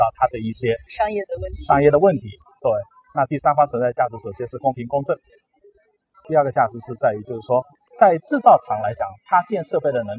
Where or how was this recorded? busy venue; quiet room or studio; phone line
busy venue